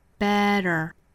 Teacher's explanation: 中间的这个字母 T 呢，对应到美音里是 flapT，弹舌的